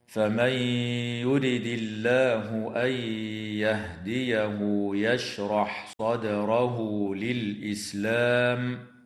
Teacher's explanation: النون الساكنة في قوله تعالى فمن يرد حكمها الإدغام مع الغنة في الياء بعدها